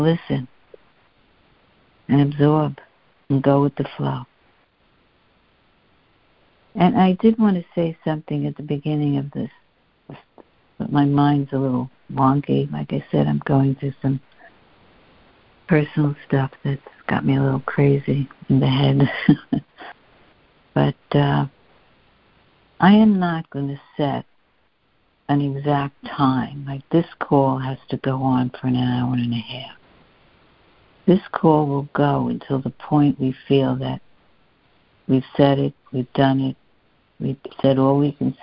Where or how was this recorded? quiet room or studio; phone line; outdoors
phone line